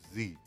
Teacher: no vibra en la lengua, en los dientes, sino en la garganta